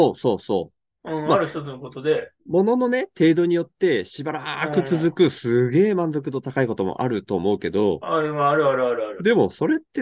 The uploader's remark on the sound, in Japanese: シュウ放のDiscord内のしゃべり場で、#ごシュウ笑ラジオ の収録に誰か現れないか期待しつつ録音。DOJO15分収録直後に流れで収録。